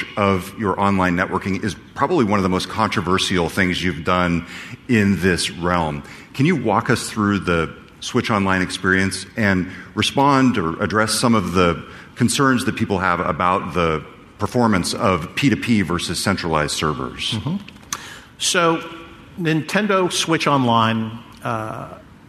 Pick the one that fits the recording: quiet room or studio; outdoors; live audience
live audience